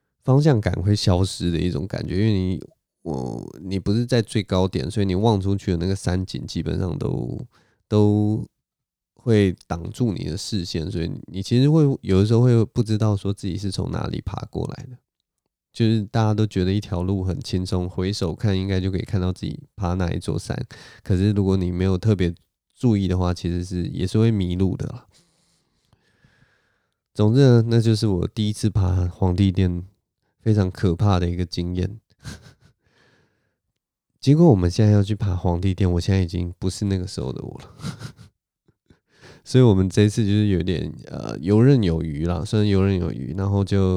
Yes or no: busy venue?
no